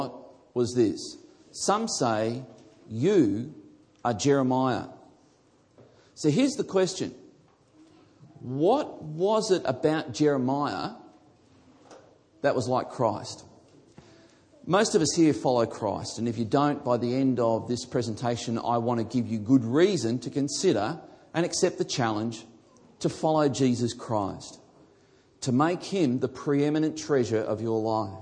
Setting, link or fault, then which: setting, live audience